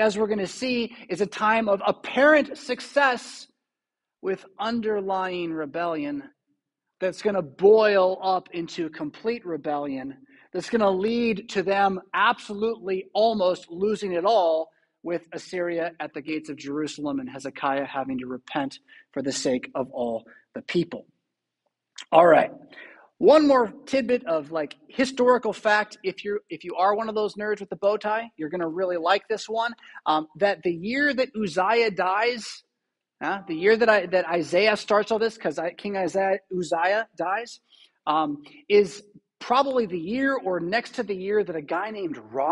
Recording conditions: large echoing room